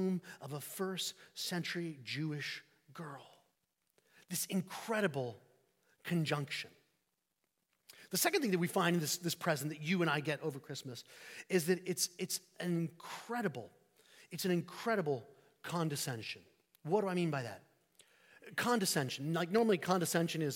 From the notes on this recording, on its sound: Sermon preached on New Year's Eve 2023 at St Peter the Fisherman, New Smyrna Beach